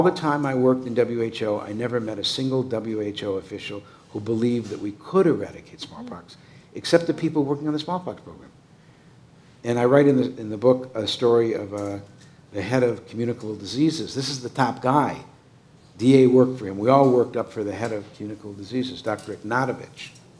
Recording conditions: busy venue